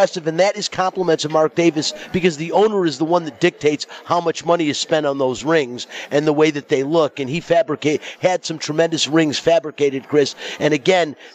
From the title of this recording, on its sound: Live from the Super Book at the Westgate Las Vegas